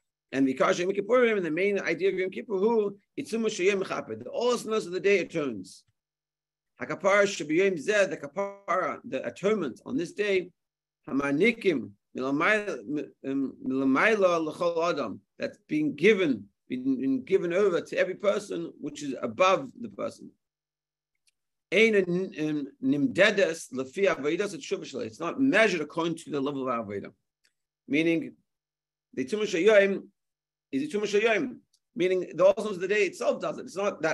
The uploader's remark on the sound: Zoom Shiur